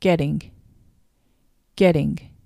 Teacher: getting の tt が e と i という母音に挟まれているので、柔らかい d、dog の d ですね、のような音になります